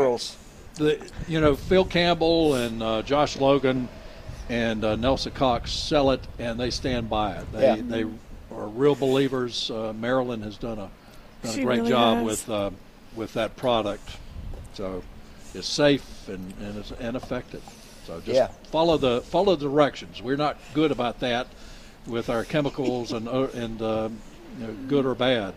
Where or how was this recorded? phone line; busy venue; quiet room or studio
busy venue